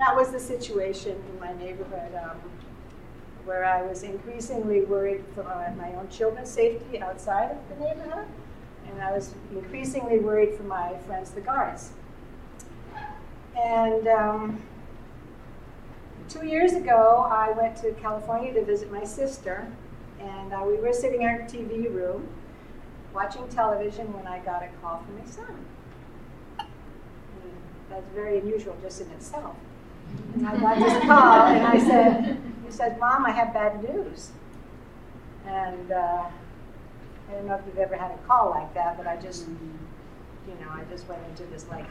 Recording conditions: live audience